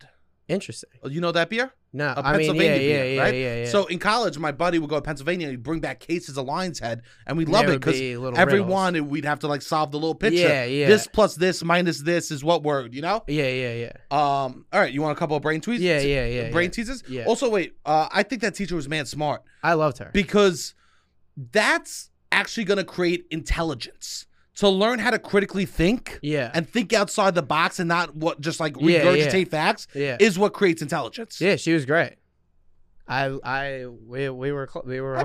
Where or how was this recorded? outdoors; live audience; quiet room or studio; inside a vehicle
quiet room or studio